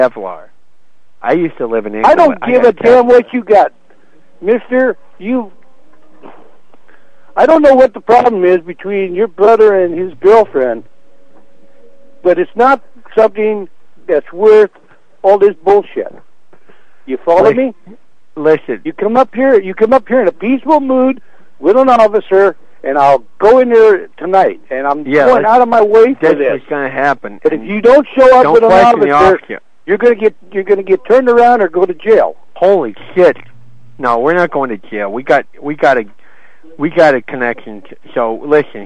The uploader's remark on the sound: Prank Phone Calls Collection